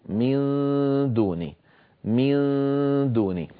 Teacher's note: لما أنطق النون الساكنة عند الدال لا أقرع بطرف اللسان مخرج الدال، وإنما أجعله قريبا منها جدا، وأنطق الغنة من، اسمعوني جيدا، من الآن، هذا غار الحنك